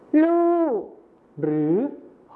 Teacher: รอเรือในภาษาไทยมาตรฐานนะครับไปเป็นพยัญชนะต้นเดียวในภาษาถิ่นอีสานก็คือลอลิงกับฮอนกฮูกนั่นเองครับ · Term: การเปลี่ยนเสียงพยัญชนะต้นเดียว